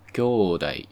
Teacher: っていうふうに、はだけね、ちょっと高くなって、食べる全体は低い低い低いというパターンになります。このようにですね、関西弁は共通語と違って、一拍目と二拍目の高さが同じでも構いません。それと、関西弁のアクセントの規則で、特徴的というか、まあ、共通語にない特徴として、アクセント格、要は高い低いというパターンが、特殊拍、特殊モーラでも見られるということです。この特殊拍、特殊モーラっていうのは、さっきもちょろっと言った、小さいツーとか、和音のんとか、伸ばし棒の長音とか、こういったものです。で、共通語では、これらはアクセント格にはなりません。つまりそこから、高い低いというパターンが生まれることはないんですけど、関西弁だとそれが許されて、例えばブラザーの兄弟っていうのは共通語であれば兄弟、兄が高くて一番最初の一拍目だけが高くて後が低いというパターンですが、関西弁だと長音、兄弟の O の部分、伸ばし棒のところだけ高くって、他全部低いみたいなパターンになるんですね。兄弟。で、この兄弟みたいに、長音がアクセ